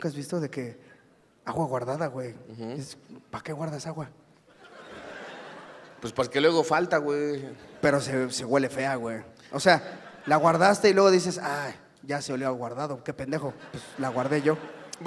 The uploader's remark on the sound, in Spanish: En vivo desde Guadalajara. Ante un gran público tapatío hablamos cosas que empiezan con gua.